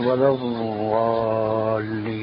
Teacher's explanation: مخرجها من حافة اللسان ملتصقة بالأضراس، وبين من يضع رأس اللسان في سقف العلم. · Term: الضاد العربية الصحيحة